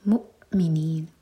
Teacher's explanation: میم کے بعد حمزہ پر سکون، کٹ آف ساؤنڈ، مؤمنین، لیکن حمزہ پر قلقلہ نہ ہو.